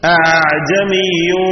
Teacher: وَلَوْ جَعَلْنَاهُ قُرْآنًا أَعْجَمِيًّا لَقَالُوا لَوْلَا فُصِّلَتْ آيَاتُهُ أَعْجَمِيٌّ وَعَرَبِيٌّ അവിടെ അഅ്ജമിയും എന്ന് രണ്ട് ഹംസയെയും ഖത ചെയ്യാതെ രണ്ടാമത്തെ ഹംസയെ തസ്ഹീൽ ചെയ്യണം. അഅ്ജമിയും എന്ന് അലിഫുമല്ല, അഅ്ജമിയും എന്ന് ഹംസയുമല്ല, രണ്ടിന്റെ മധ്യേ ഉള്ള ഒരു ശബ്ദം